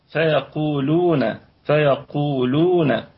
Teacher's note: فيقولون، فيقولون، هنا ترقيق اللام، فيقولون هكذا. القاف، القاف فيها قلقلة نسبية، وهي في الدرجة الثالثة من درجات التفخيم، وفيها مد طبيعي وصلا ووقفا.